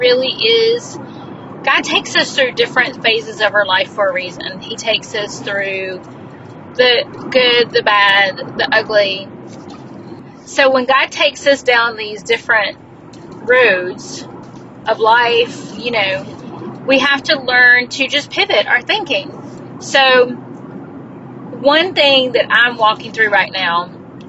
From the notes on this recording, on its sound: This episode was recorded in my car